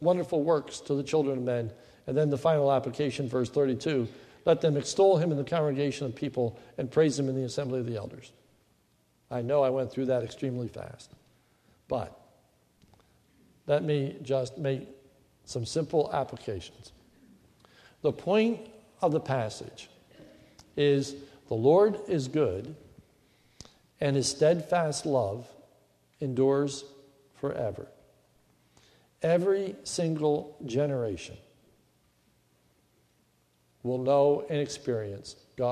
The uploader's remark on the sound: This is a sermon recorded at the Lebanon Bible Fellowship Church in Lebanon, Pa. It is the Thanksgiving Service.